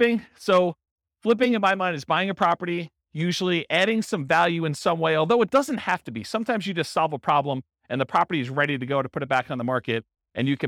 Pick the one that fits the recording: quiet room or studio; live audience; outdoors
live audience